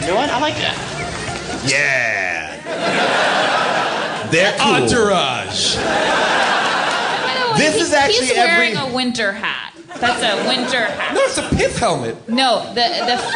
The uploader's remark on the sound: Recorded live at Largo in Los Angeles.